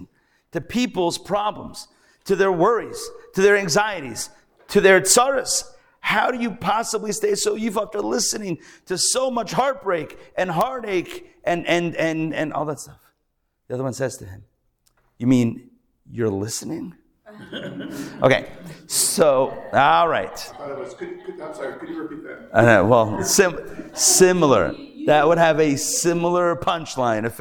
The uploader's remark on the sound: Recorded Live at The Torah Center ATL on Wednesday, February 14, 2024